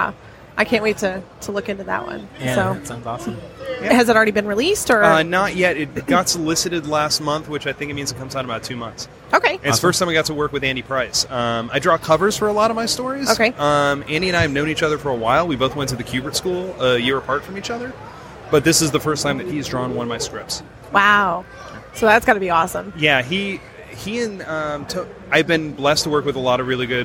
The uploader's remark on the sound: Live from Great Lakes Comic Con